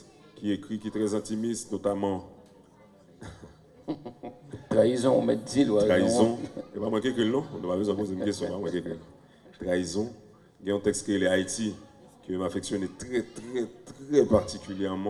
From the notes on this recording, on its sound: PRESS CONFERENCE IN FLORIDA